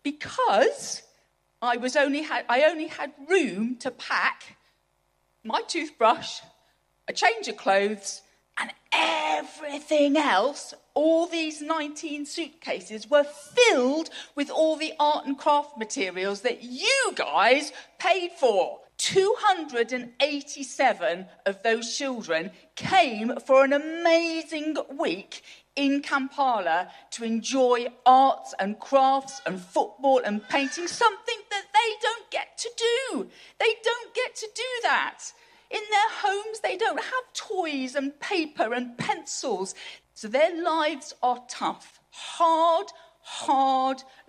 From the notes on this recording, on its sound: Recorded on Saturday 5 November 2022 at Christ Church Winchester.